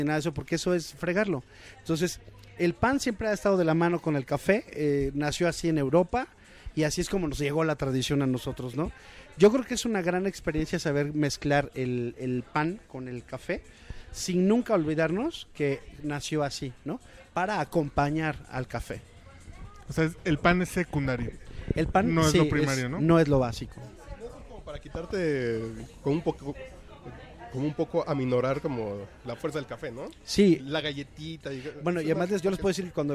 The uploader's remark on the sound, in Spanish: Grabamos en 'Rococó', la mejor cafetería que hemos conocido y no exageramos.